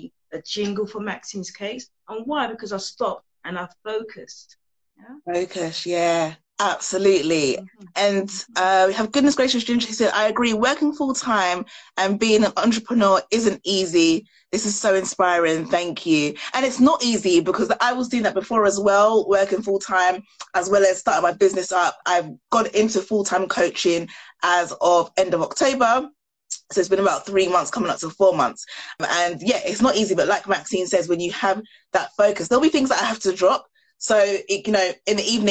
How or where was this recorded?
video call